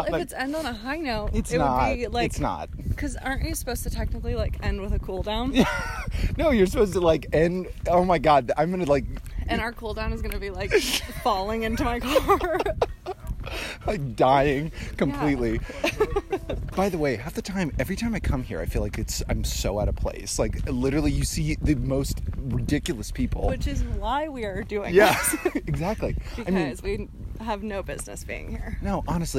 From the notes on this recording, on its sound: went to Runyon Canyon Park for a random hike and decided to record voice memos while they worked out